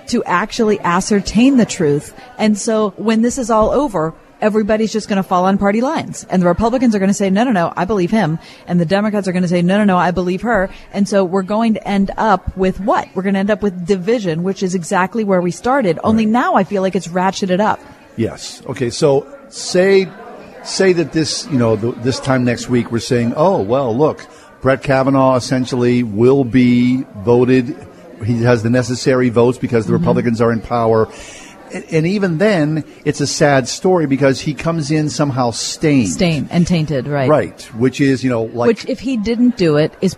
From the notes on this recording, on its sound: Broadcast Live At The Grand Re-Opening of The Clifford E. Barbour Library at Pittsburgh Theological Seminary.